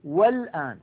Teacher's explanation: الآن الألف واللام التي في أولها هي لام التعريف، ولام التعريف كما نعلم ساكنة قبلها همزة وصل مفتوحة تنطق في بدء الكلام، نقول الآن، لكن لو وضعناها قبلها أي حرف نقول والآن فتسقط الهمزة